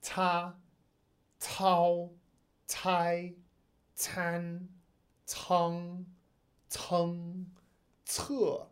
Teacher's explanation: Like try to do the different finals together and recognize that the commonality amongst the whole thing is the ts, ts at the beginning